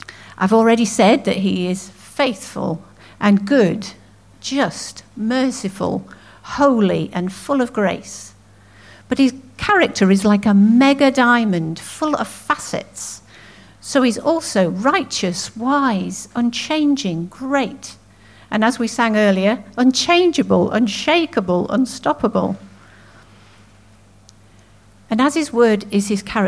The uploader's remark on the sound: At King's Church, Cockermouth, as an audio file.